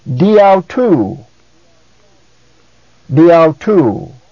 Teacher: Instead of saying dia autou and repeating the alpha, it's diautou. Diautou. In fact, dia now becomes a proclitic and is pronounced without two. · Term: elision